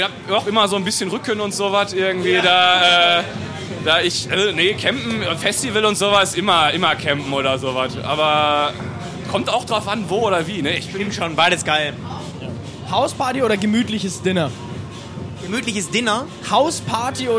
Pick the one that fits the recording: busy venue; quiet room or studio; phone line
busy venue